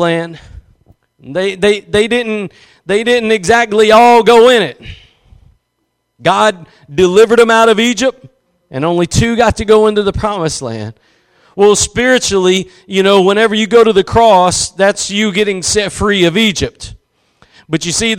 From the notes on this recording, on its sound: Preached at Gospel Lighthouse in Bossier City, La.